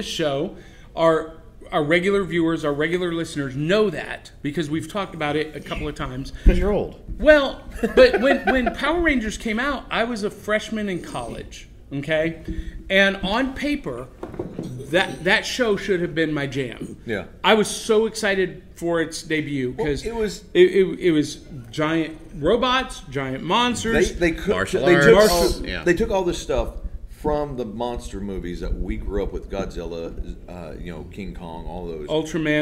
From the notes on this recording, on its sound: live at Imaginarium